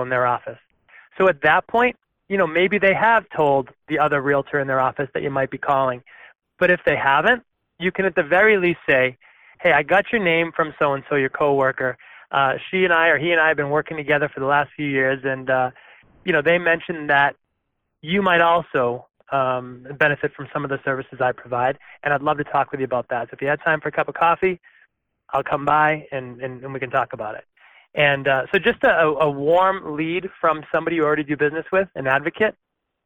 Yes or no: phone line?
yes